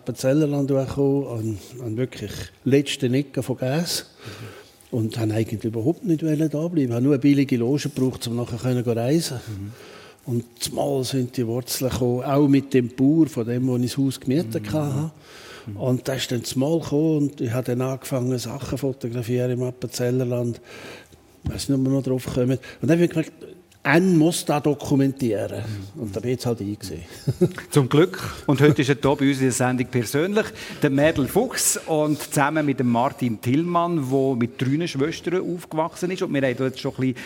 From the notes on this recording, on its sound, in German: Live aus der «Kunsthalle» Appenzell.